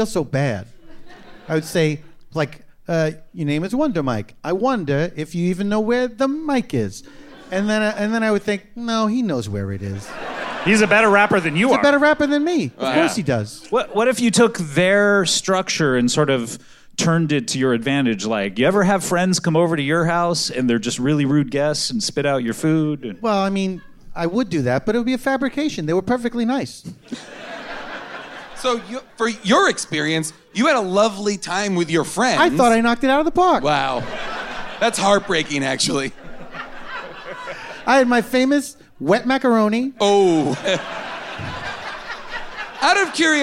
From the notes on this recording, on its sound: Recorded live at the Bell House in Brooklyn, NY.